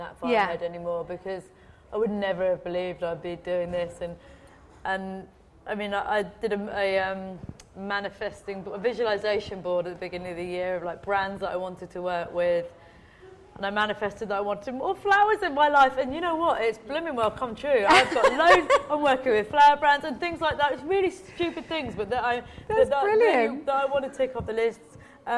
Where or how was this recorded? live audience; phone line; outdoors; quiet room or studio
live audience